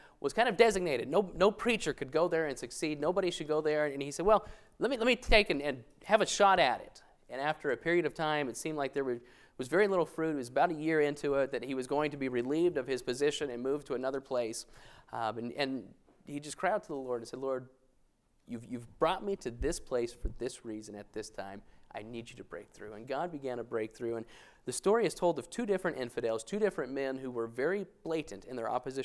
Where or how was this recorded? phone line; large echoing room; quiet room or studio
large echoing room